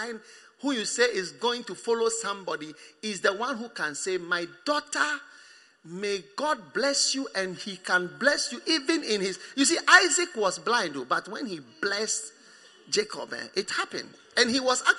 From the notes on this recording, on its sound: Preached at the First Love Center, Accra.